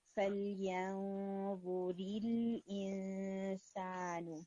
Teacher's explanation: لام ساکن کا ٹائم بہت کم تھا، لام ساکن کو تھوڑا سا اور ٹائم دیں گے ہم توسط توسط ٹائم تک آپ اس کو رکھیں گے، اور پھر آپ نے اس کو نا جوائن کرنا ہے، یعنی آپ نیکسٹ آگے لیٹر کے ساتھ جائیں گے.